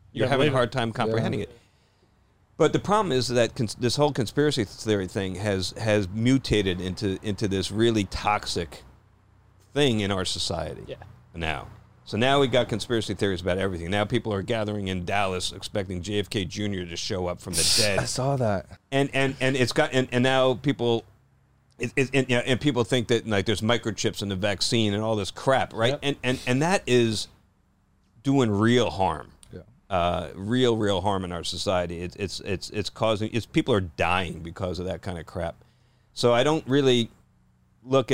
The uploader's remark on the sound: joins the boys in the truck